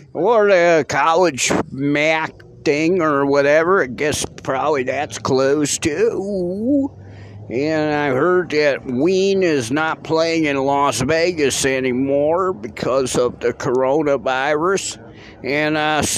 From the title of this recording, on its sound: Live on the street first time for that